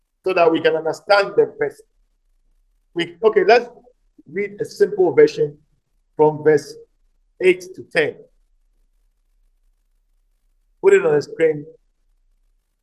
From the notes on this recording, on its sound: message preached at the Living Waters Cathedral